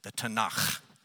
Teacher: And if you really want to try to sound Hebrew, you can add like a breathy H at the end of that, like the Tanakh.